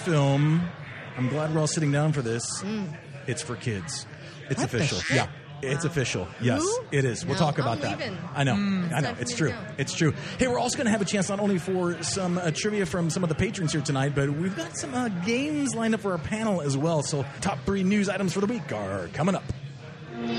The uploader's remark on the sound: Live from Pour Taproom!